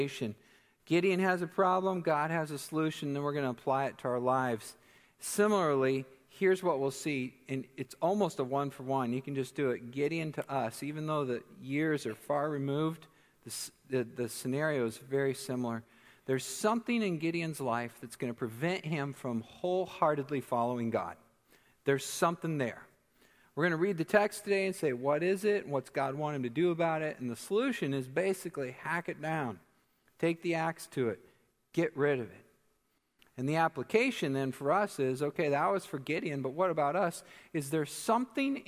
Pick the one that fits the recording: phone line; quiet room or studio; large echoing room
large echoing room